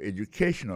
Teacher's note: il tombe sur troisième syllabe là · Term: accent tonique